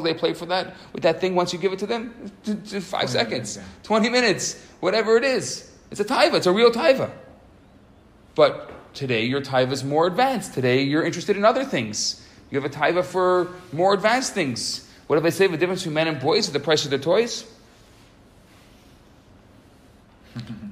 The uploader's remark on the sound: Recorded Live at Rohr Chabad NDG in Montreal, Quebec.